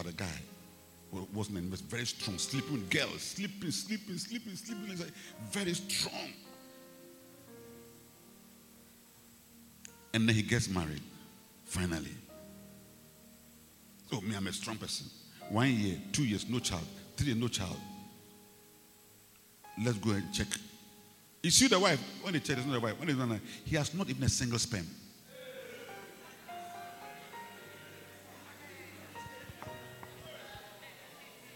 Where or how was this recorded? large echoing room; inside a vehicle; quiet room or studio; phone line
large echoing room